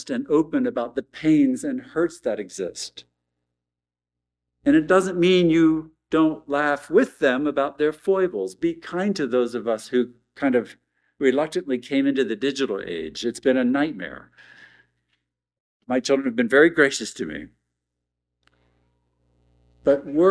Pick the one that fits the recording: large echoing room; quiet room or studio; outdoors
large echoing room